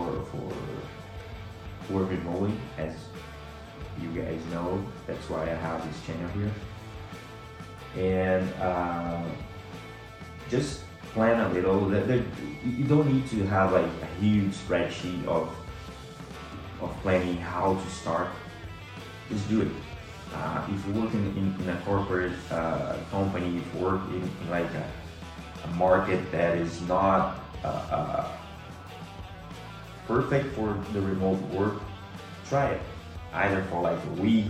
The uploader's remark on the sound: IPhone 14 Pro for audio & video. Macbook Pro 14” M1 Pro for editing.